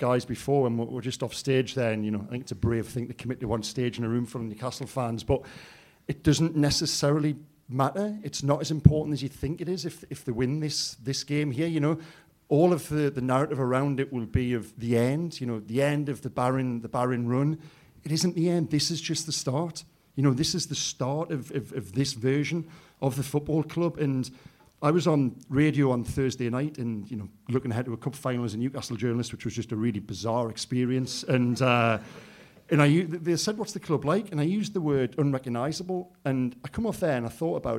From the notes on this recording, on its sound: The True Faith Podcast was recorded to an audience at the Stand Comedy in Newcastle on Tuesday 7th of Feb.